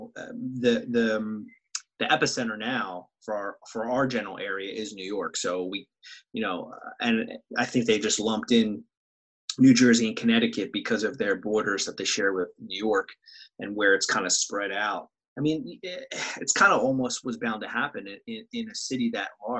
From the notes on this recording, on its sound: Zoom style podcasts back to back. Quarantine 2020.